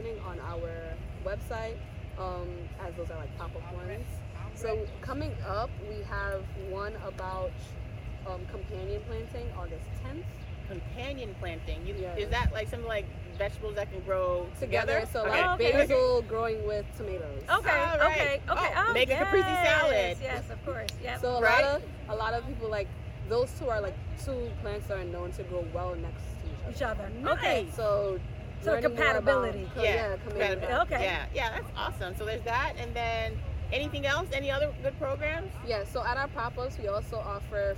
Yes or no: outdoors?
yes